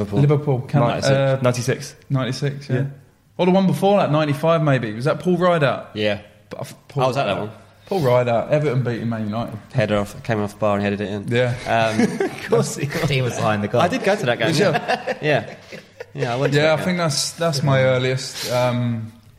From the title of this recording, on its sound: Live from Wembley